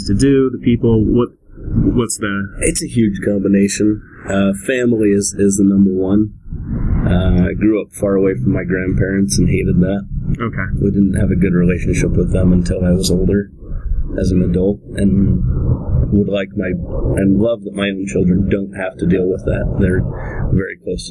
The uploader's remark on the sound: By the time we had set up the mics and done a quick sound check. Sat down in a city park in Layton, Utah.